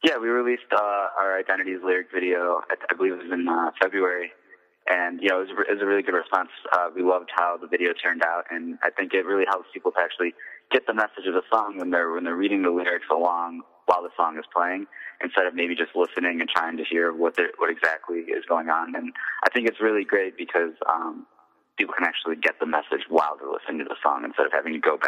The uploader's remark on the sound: The artist calls into CVU